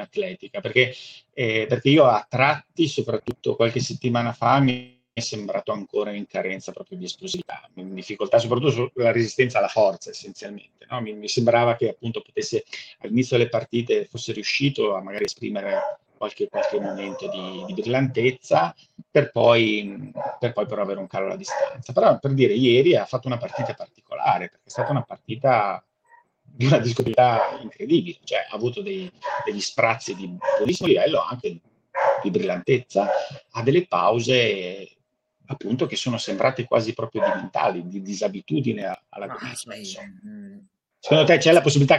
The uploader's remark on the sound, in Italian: A causa di problemi di connessione (lato mio). Abbiamo registrato un audio un po' ballerino e disturbato (anche dai miei cani).